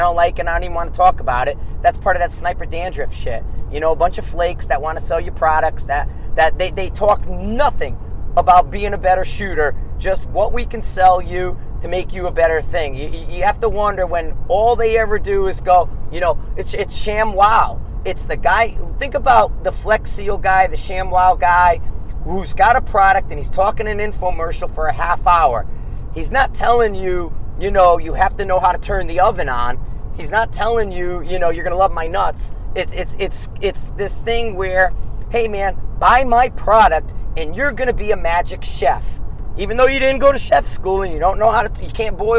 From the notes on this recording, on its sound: Are on the Road driving to Dubuque Iowa for our next set of classes.